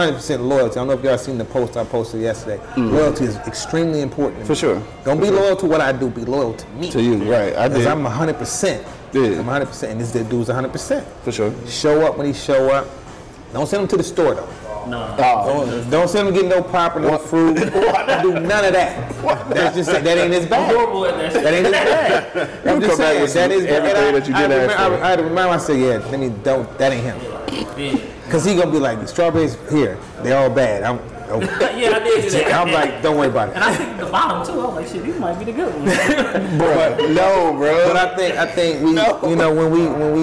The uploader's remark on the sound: Beards, Bourbon, Whiskey Podcast LIVE from Yum Village.